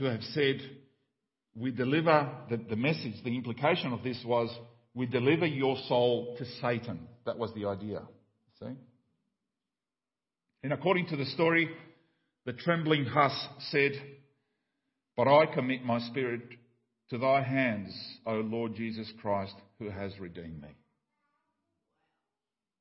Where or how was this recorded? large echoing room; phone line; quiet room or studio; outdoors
large echoing room